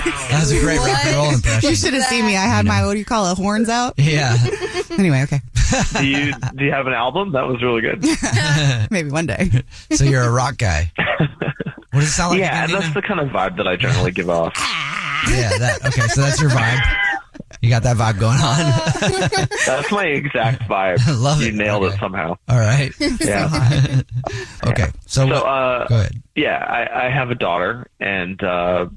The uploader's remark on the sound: One of our listeners is on the phone.